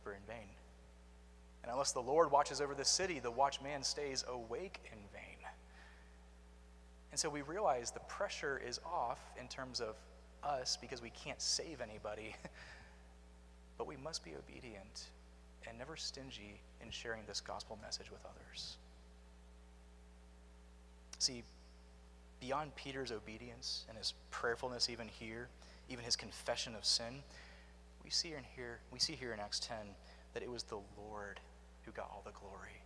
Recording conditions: large echoing room